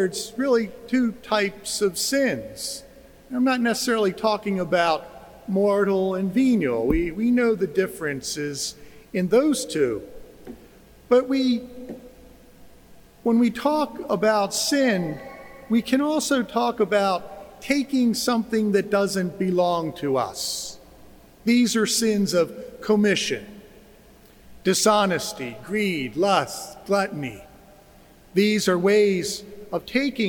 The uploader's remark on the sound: Joseph Cathedral. This recording is of the homily he delivered during Mass. It was spoken just before the distribution of ashes.